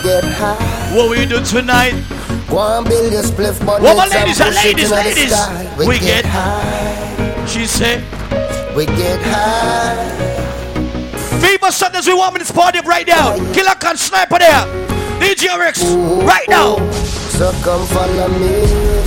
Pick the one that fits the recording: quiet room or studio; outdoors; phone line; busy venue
busy venue